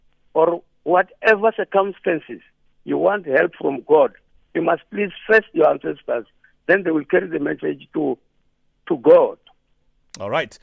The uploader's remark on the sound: PHONE INTERVIEW